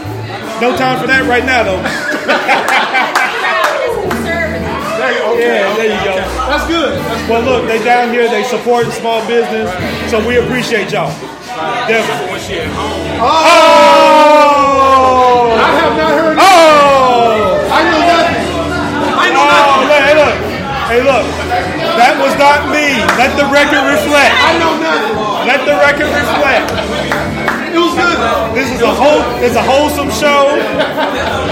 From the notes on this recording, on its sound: Live at Trolley Night in the South Main District of Downtown Memphis!